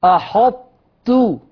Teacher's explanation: هنا الطاء أضغمت في التاء